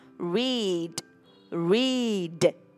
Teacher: âm read từ đọc, nó là âm y dài